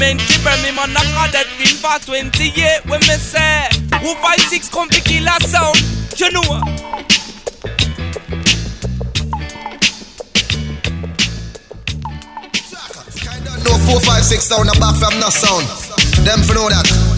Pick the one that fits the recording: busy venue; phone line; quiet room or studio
busy venue